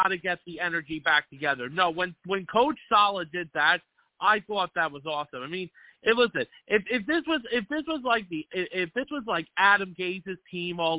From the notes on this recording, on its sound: I also take live callers!